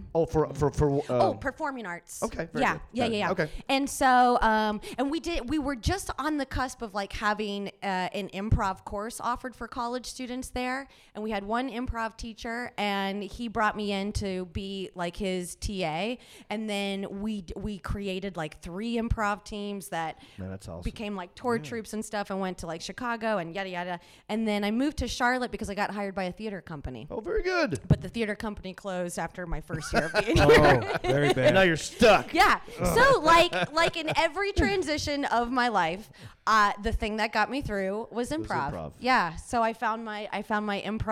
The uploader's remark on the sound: Recorded live at the Queen City Comedy Experience in Charlotte, North Carolina.